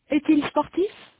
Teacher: Notez que dans les questions 2 et 4, il y a liaison du T de « est » et « son » avec la voyelle des pronoms « il » et « elle ». On prononce « est-il »,« sont-elles » avec un « te ».